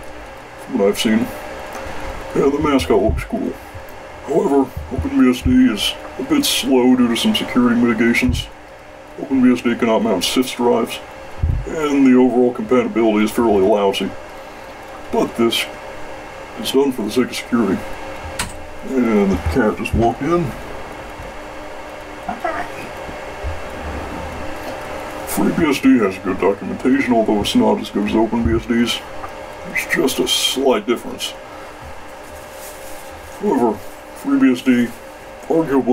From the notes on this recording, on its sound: The audio quality of this video is a bit doody; the audio was recorded in a server room, and server rooms are typically reasonably loud.